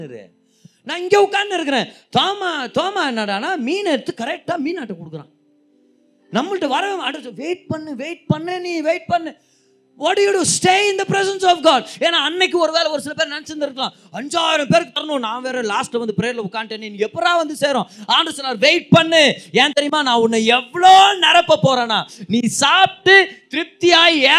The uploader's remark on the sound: Singles Meet-June 2022. Preached in the special singles meeting.